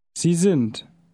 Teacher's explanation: The D of sind is pronounced like a T because it is at the end of the word.